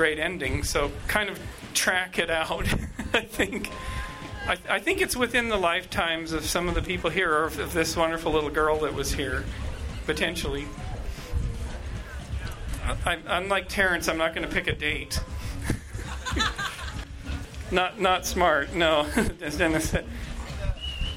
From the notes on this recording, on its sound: on the Pantheon stage at Symbiosis Gathering 2013